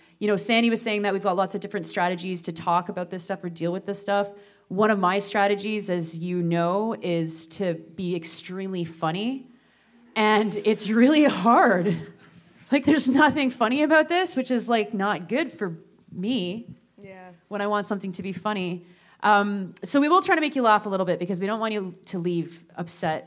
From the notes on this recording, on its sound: Live at the Revue Cinema. Were live in Toronto.